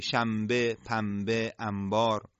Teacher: این نون در نزد حرف با به میم تبدیل میشه